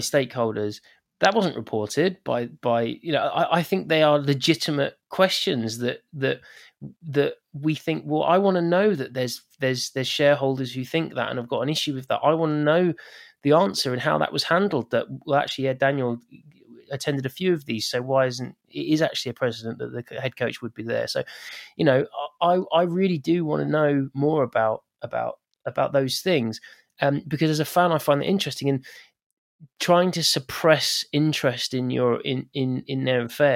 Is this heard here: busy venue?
no